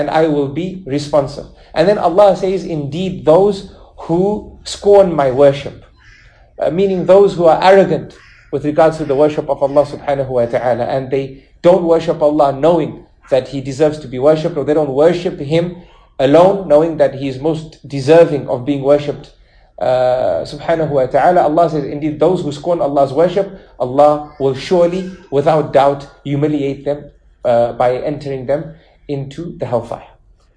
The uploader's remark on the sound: lecture presented at the Melbourne Madeenah in Melbourne Australia